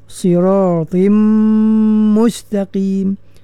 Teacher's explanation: Sirat pastikan walaupun dia bagi kasrah dia tetap kena tebal.